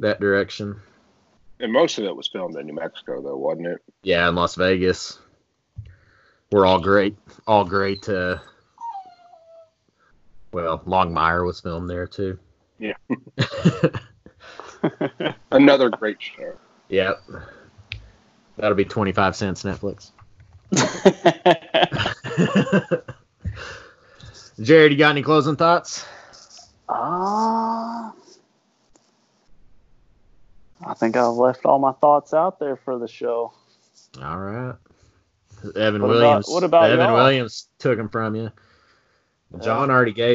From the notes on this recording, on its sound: We are re-releasing our first ever episode! If it sounds a little rough, well, that's because it was.